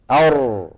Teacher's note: الراء عر من طرف اللسان مع ما يحاذيه من اللثة قريبا من النون